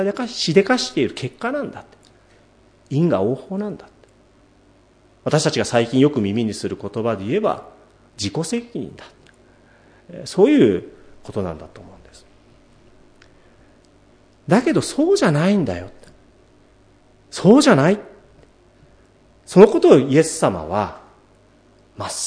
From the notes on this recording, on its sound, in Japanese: 主日礼拝説教録音